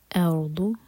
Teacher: ارض حمزہ لائٹ، رو ساکن ہیوی، الضاد زبان کی سائڈ سے